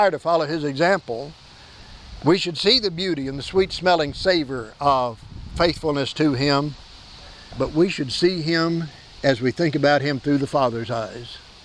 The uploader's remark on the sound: Please excuse the presence of the wind noise. This service was held outdoors due to a fire in our building on Saturday afternoon.